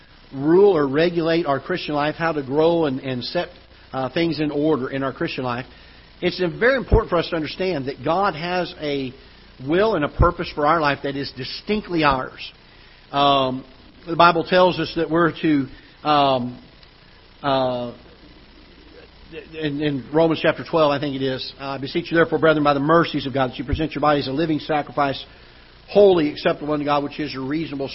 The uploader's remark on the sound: Ketha Heights Baptist Church ~ Live Broadcast